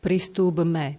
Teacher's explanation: toto je z hľadiska správnej výslovnosti, spodobujeme P na B